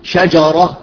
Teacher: الجيم إذا جاءت قريبة من الراء أيضا يجب أن تعتني بترقيقها ولا تفخم